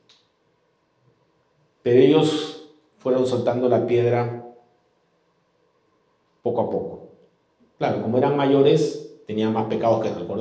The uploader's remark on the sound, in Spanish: Este podcast es la retransmisión de la reunión de iCafe de cada domingo. Saenz Peña 107 Barranco.